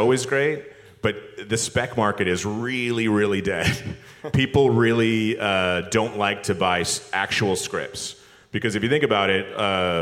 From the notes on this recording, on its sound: Recorded Live at the 2018 ATX Festival.